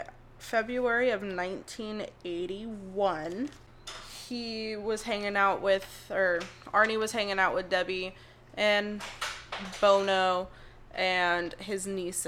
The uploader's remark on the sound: DISCLAIMER: Background noise in this episode